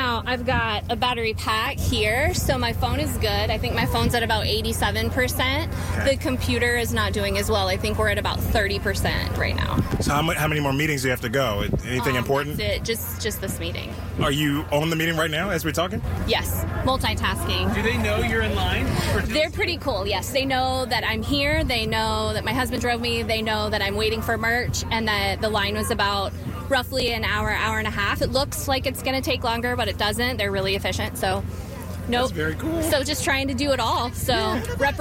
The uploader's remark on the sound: we broadcasted live from The Banks for the Tay-gate